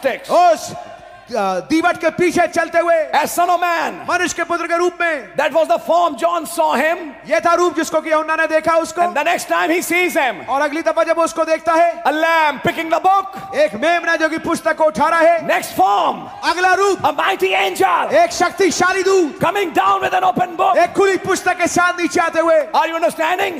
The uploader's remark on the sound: Worship Service, Etah (AUDIO)